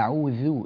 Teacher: الذال حرف مرقق خفيف لطيف لا تجعله ظاء مفخمة